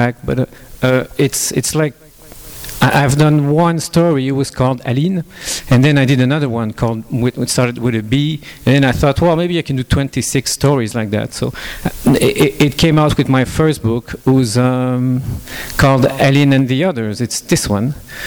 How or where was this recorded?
live audience